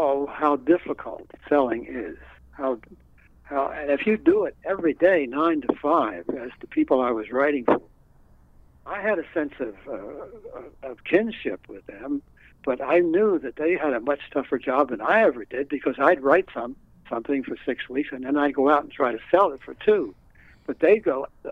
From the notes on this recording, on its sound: We also hop on the phone